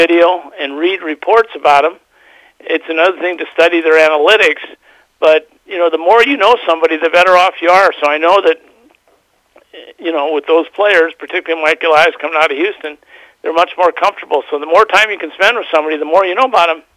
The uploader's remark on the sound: will be on the phone